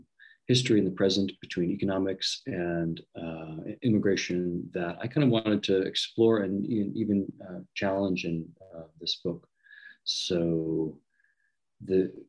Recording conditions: video call